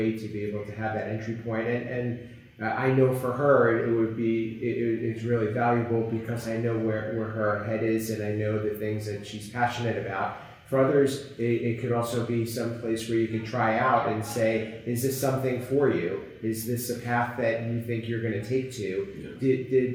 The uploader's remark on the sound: On location at the NSCA Business & Leadership Conference 2022.